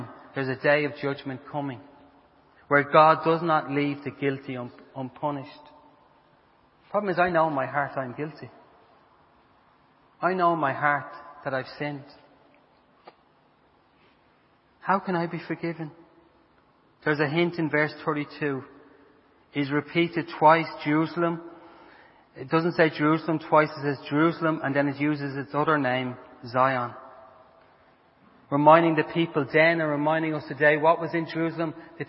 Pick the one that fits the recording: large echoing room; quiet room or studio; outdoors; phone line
large echoing room